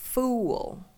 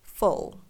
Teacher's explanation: Các bạn có để ý là đối với âm u và âm o thì sự khác biệt lớn nhất giữa hai âm này đó chính là phần môi. Đối với âm u thì môi mình sẽ chu chậm về phía trước, trong khi đối với âm o thì môi của mình chỉ chu hờ về phía trước thôi. Một âm đọc là u và một âm đọc là o.